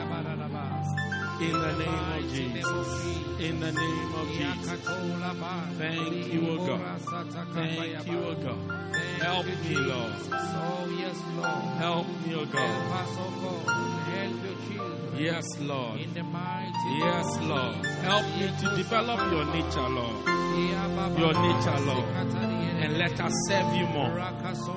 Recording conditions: large echoing room